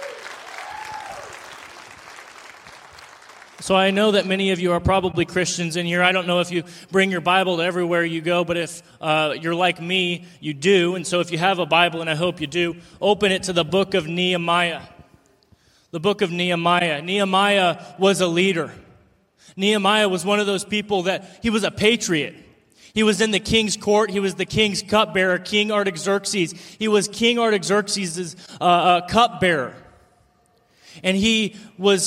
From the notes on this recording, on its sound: In today's show, I share with you my speech at the Determined Patriotism Conference.